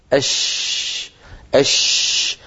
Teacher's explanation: ينشأ الصوت من وسط اللسان ويمشي إلى مقدمة الفم. عند مقدم الفم الصوت ينقسم 3 أقسام. · Term: التفشي